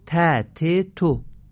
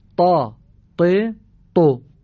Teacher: شما اگر همون ته نقطه دار رو درشت و پر از گلو بگید میشه تای دسته دار · Shown in: second take